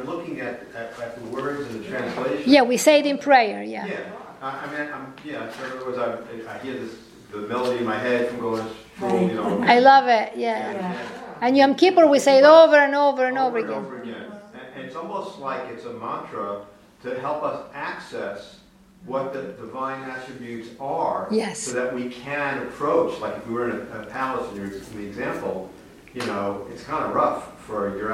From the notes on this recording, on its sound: Recorded live at the Intown Jewish Academy on August 24, 2021